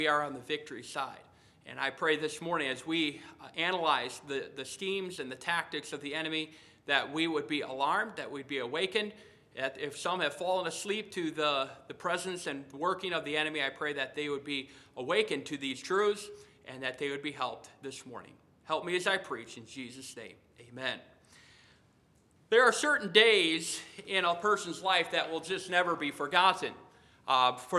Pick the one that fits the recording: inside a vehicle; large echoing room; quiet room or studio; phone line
large echoing room